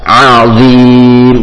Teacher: Ain huruf tipis, dha tebal. Ain dengan senyuman, dha dibaca tebal. Walaupun huruf dha dan dha makhrajnya sama, tetapi dha huruf tebal.